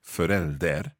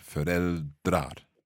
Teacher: Oh, so you lose the vowel in the middle. · Shown in: second take